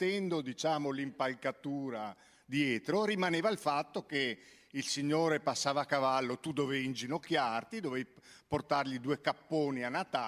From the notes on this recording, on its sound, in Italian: Palmanova, 2022. Evento tenutosi in occasione del "Dialoghi - Festival itinerante della conoscenza".